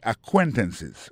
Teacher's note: Accent tombé sur deuxième syllabe là.